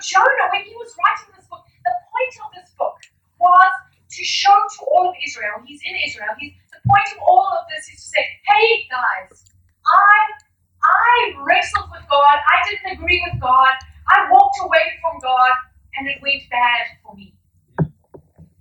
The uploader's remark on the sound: We apologise for the poor audio quality.